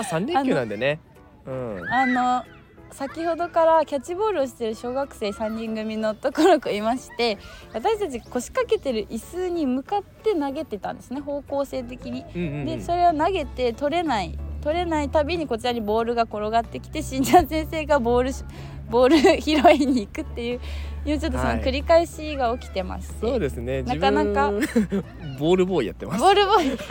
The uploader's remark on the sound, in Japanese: 休日昼間の公園で録ったため、平和で楽しい音声がバックミュージックとなっています